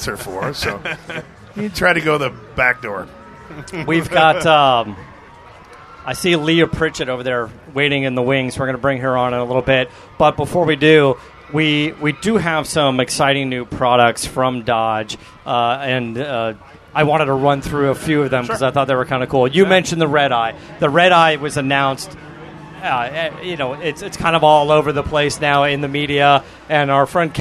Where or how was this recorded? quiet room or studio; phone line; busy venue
busy venue